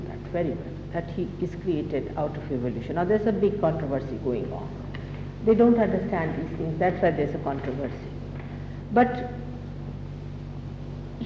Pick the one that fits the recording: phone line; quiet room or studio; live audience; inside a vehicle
live audience